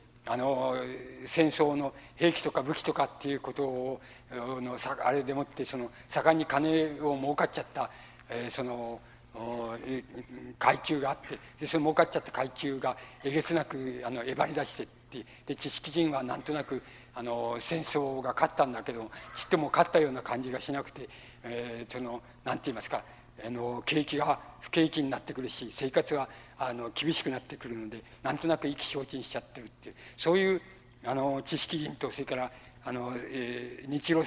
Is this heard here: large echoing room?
yes